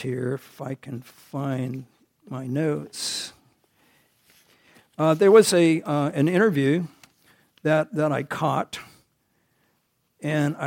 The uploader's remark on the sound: recorded on January 7, 2023, at the Ringgold Seventh-day Adventist Church